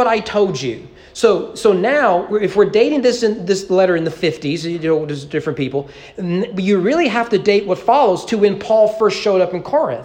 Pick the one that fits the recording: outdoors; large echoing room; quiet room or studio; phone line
large echoing room